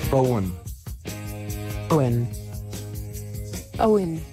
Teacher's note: The stress on Owen falls on the O syllable, and O is a diphthong in this name, Owen. Make sure you hold the O nice and long.